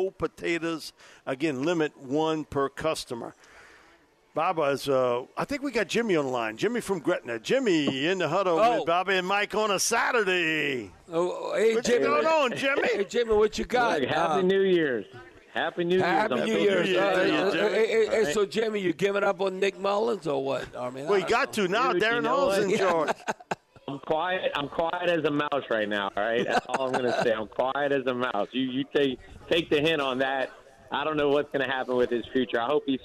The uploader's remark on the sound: broadcasting LIVE from Rouses on Tchoup